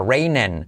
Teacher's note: la R que genera una U